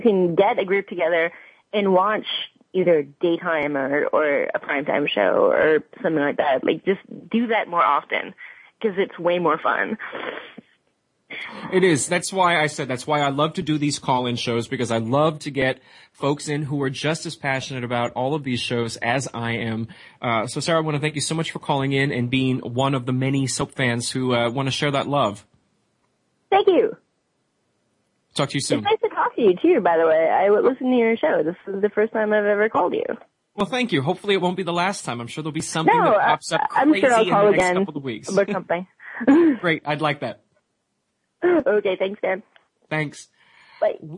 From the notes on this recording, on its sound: An hour of fan calls. Now, it’s time to open the phone lines to hear what fans have to say.